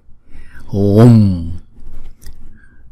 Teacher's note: chúng ta kéo dài chữ U hai nhịp, rồi chúng ta mới đóng chữ U lại